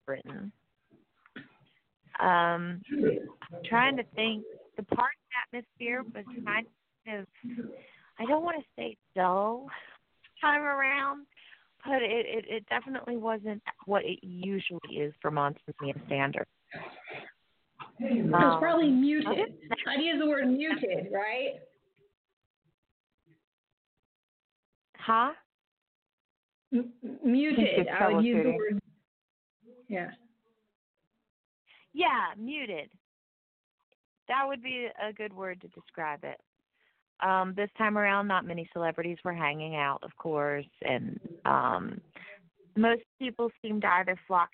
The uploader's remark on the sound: ALL EPISODES are RECORDED LIVE, IN LOW FI.